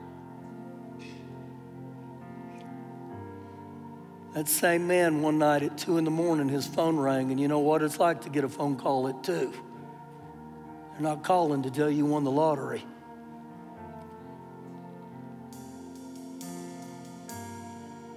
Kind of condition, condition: setting, live audience